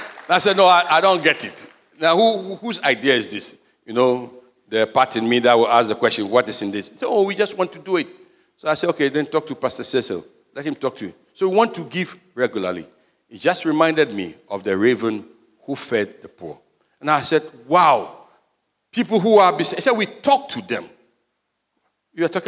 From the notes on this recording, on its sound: Sermon preached at CBC Shiashie Campus